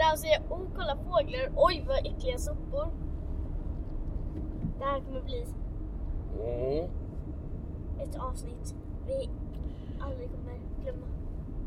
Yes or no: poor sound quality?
yes